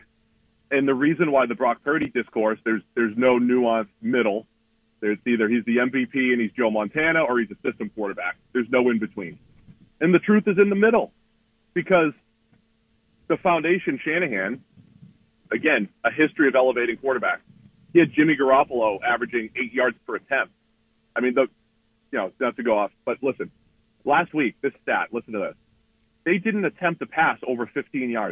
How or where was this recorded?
phone line